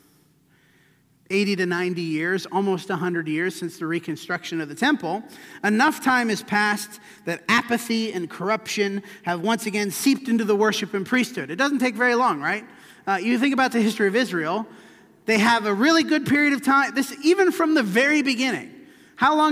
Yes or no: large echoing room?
yes